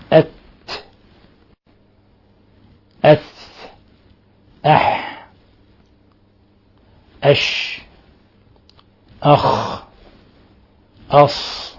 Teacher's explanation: والذين كفروا أولياؤهم الطاغوت، ولاحظوا لما وقفنا على التاء كيف أظهرنا الهمس لأنها من حروف فحثه شخص سكت، هذه الحروف هي حروف الهمس إذا سكناها أو سكنت تهمس، تهمس يعني يخرج نفس، يخرج نفس يتفلت نفس عند الوقف عليها